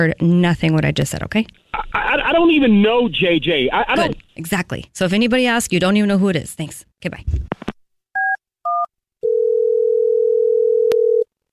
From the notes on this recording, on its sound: phone prank style